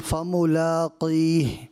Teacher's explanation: ایک تھوڑی سی جو کمی محسوس ہوئی، فملاقی، یہاں حرف مستعلیہ قاف نا، اس کو پر کرنا تھا، یعنی موٹا پڑھنا تھا، آپ نے باریک کر دیا.